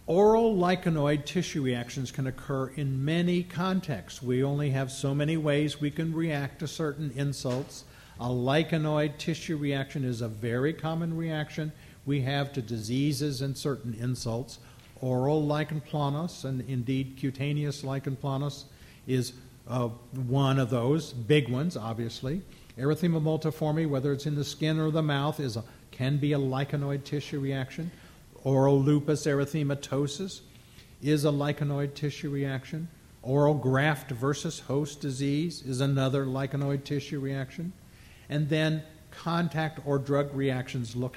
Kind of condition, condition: setting, live audience